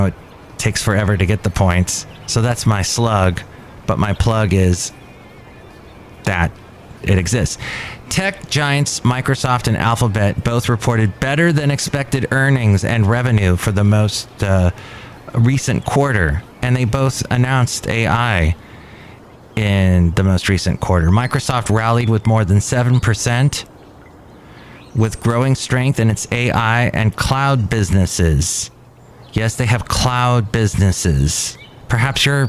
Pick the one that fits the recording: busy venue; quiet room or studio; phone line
busy venue